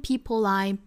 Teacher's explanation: people 跟后面的 I 连读发出一个 lie 的发音